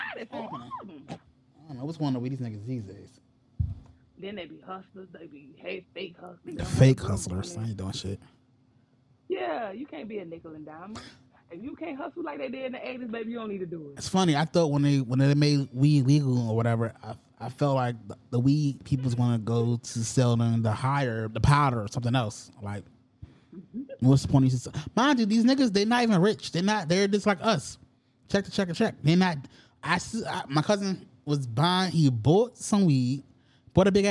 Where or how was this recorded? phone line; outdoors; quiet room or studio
phone line